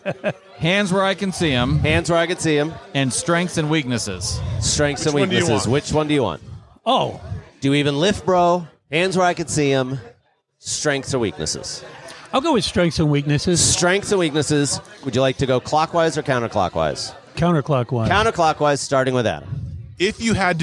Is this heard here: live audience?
yes